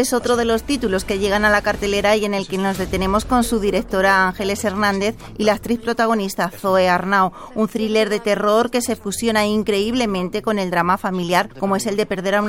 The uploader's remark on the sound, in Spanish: En la Gala de los Premios Feroz 2024. En directo a partir de las doce de la noche desde el palacio Vistalegre de Madrid dónde ha tenido lugar la decimoprimera edición de los Premios Feroz.